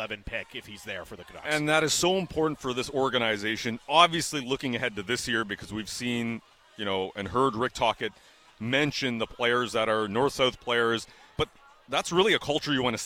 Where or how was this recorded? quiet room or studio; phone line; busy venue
busy venue